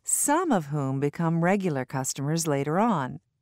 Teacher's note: Notice how the prepositions before the relative pronouns are reduced. Notice also which word has the primary stress in each phrase.